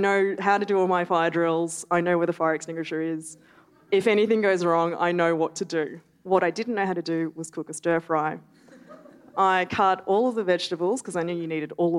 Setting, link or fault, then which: setting, live audience